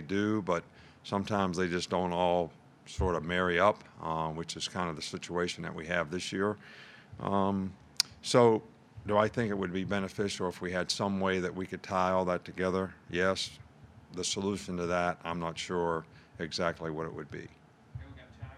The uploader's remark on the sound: Press Conference from Monday August 24